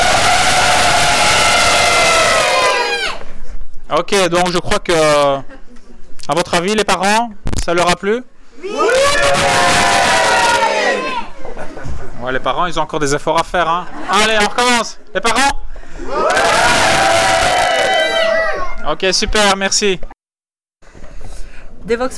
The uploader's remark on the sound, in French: En direct de Devoxx4Kids